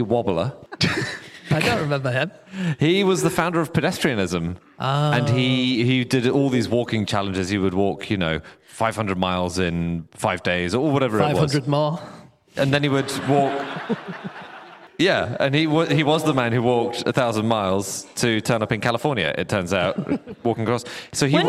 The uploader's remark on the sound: Live from Peterborough